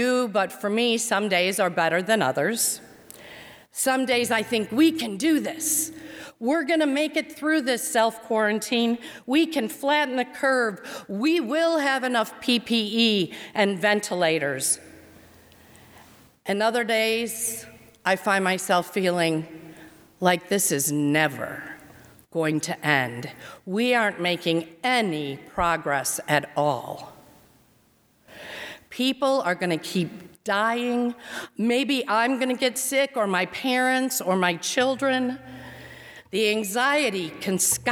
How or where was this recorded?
large echoing room